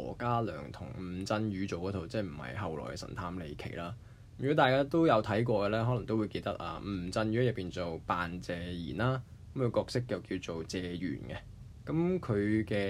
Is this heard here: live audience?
no